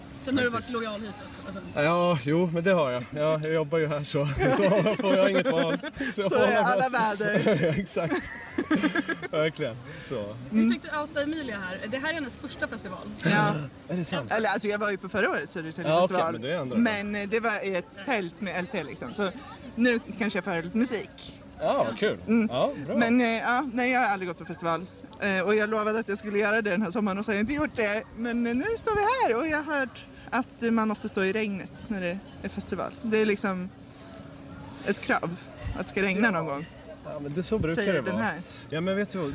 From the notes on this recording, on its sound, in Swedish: Vi smygstartar säsong två med årets Södertäljefestival! Pratar med Södertäljebor.